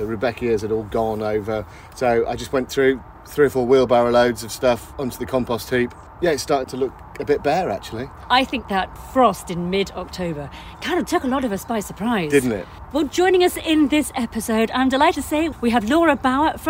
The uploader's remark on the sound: It's a bit squelchy outside. Back at the Adhurst Estate Allotment. The gardening magazine podcast from Shine Radio.